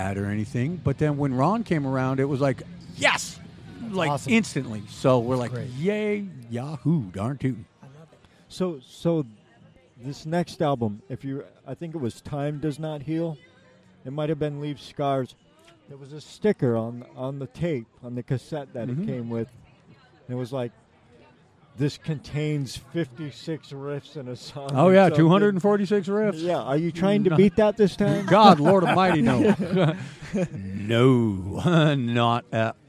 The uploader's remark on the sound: Live at SD Metal Swap Meet